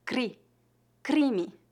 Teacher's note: vibração da ponta da língua no céu da boca